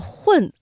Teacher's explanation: 混这个字发音部位主要是在舌根和软腭，是舌根后缩和软腭形成阻碍发出的音